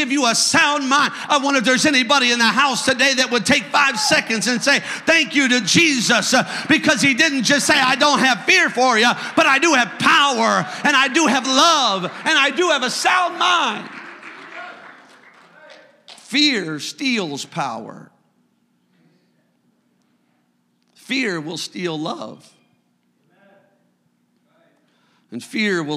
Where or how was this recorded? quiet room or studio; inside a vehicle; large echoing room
large echoing room